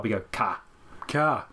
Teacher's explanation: We don't say the letter R at the end of the word car. · Term: non-rhotic